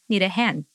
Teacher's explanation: So we link those words together with the help of a schwa sound. So article a actually transforms into a schwa sound, a, need a, and we link it to the D sound of the word need, in the end, right?